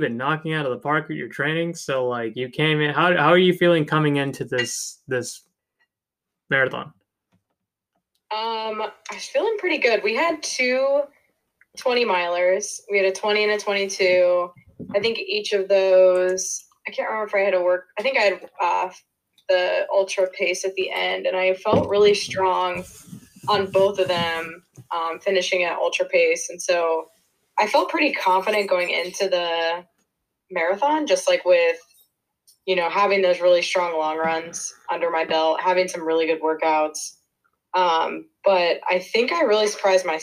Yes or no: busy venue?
no